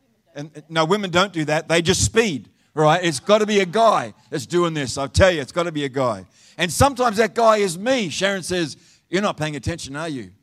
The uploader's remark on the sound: Live Stream of Destiny Church Atherton!